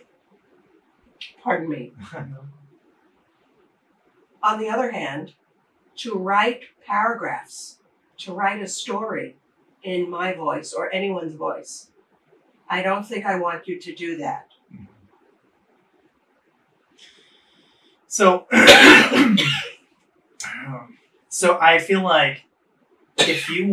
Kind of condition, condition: fault, poor microphone